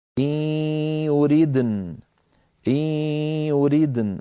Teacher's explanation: فيريدني حذفت الياء التي في آخرها للتخلص من التقاء الساكنين لفظا، وكان الخط مطابقا للمنطوق، فإن وقف عليها مضطرا أو مختبرا يقول إن يريدن من غير ياء في آخرها.